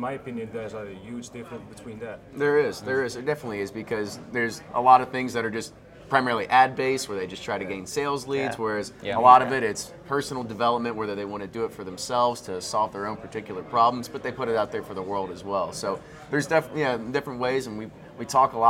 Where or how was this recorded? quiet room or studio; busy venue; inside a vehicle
busy venue